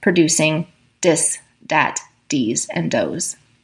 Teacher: In African American language, this same linguistic principle applies, and people for whom African American language is their first language replace a voiced TH sound with a D